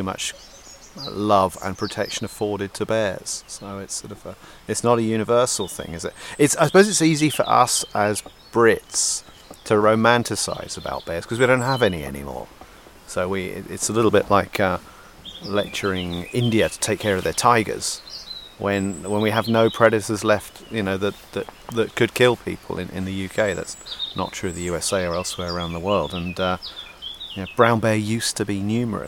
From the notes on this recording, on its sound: recordings from in the field in Asturias, northern Spain, amidst the mountains, screes, meadows and forests of biologically-rich Somiedo Natural Park